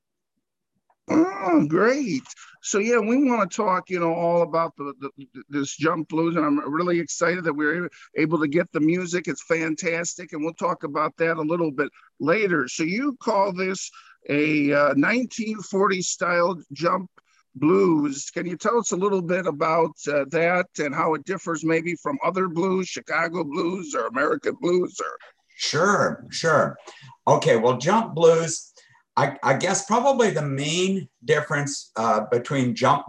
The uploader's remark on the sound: Original Zoom Audio. That was taken from Zoom Audio, as this was a Zoom Interview. This is the unedited, uncut version of the interview.